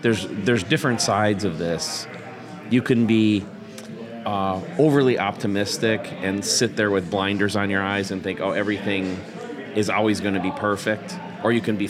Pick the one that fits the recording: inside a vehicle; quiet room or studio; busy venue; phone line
busy venue